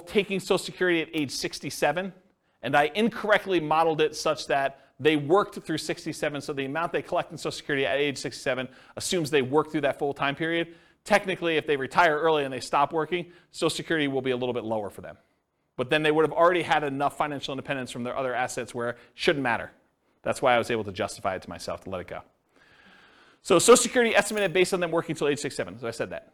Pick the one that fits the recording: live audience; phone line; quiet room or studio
live audience